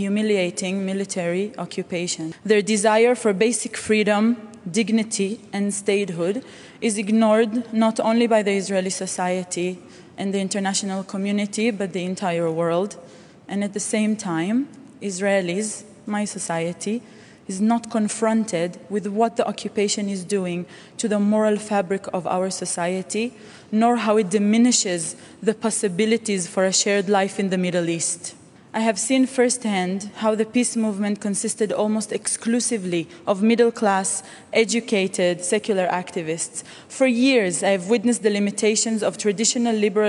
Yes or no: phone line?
no